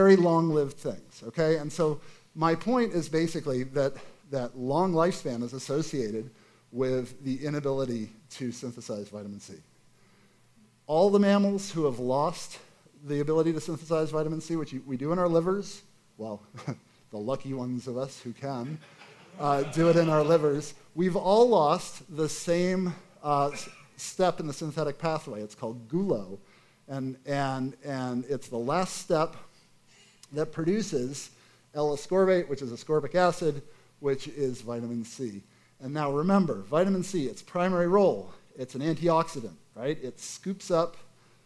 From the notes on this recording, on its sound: A special night of short talks. As part of The Long Now Foundation's “Conversations at The Interval” Salon Talks. These hour long talks are recorded live at The Interval, our bar, cafe, & museum in San Francisco.